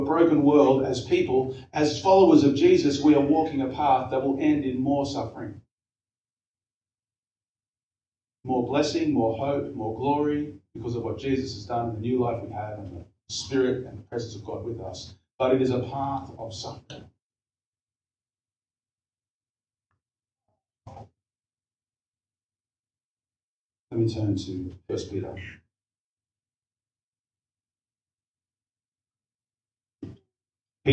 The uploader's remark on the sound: We apologize for the lower audio quality again this week. We have had a slight technical issue which should be sorted for next week.